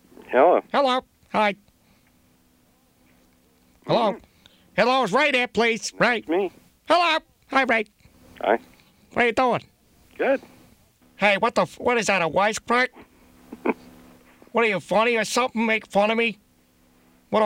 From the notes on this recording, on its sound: Prank Phone Calls Collection